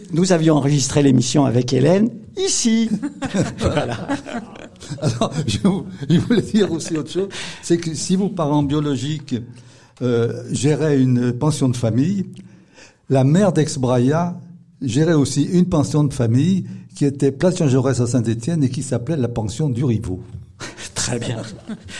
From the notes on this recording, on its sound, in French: Une émission enregistrée en public à la mairie de Rochetaillée.